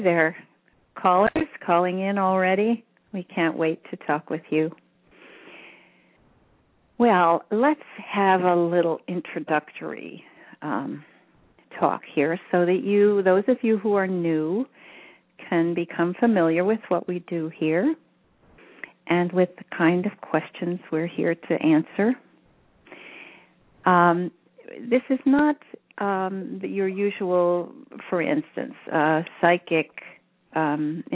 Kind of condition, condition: link, phone line